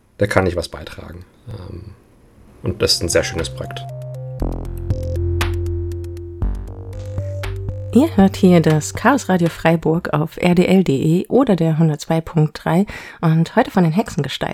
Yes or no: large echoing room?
no